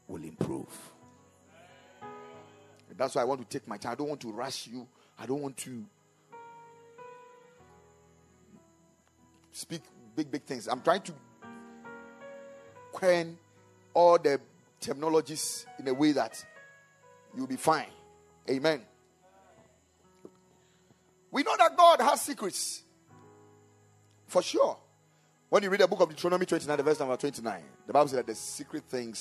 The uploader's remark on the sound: Preached at the Kingdom Sight Service.